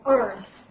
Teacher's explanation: 注意发音的时候啊，卷舌在美音当中